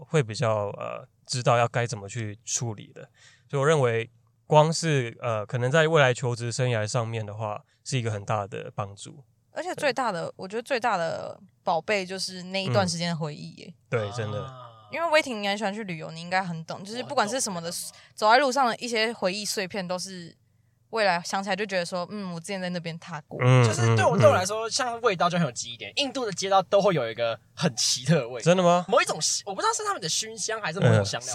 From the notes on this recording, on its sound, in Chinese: 本集在車上錄音，收音極差，請見諒Ｑ